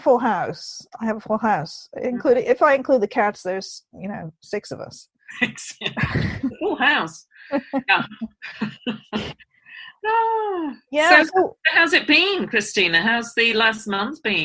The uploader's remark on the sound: Naturally, we're both in lockdown still, so this was recorded over Zoom.